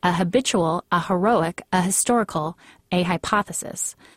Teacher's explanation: The thoroughly modern thing to do is to use a, never an, together with an aspirated H, a habitual, a heroic, a historical, a hypothesis, but not to demur if others use an in minimal or nil aspiration given to the following H.